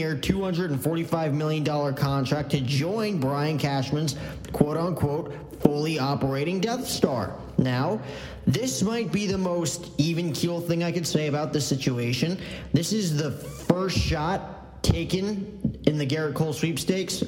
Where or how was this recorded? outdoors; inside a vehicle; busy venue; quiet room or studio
busy venue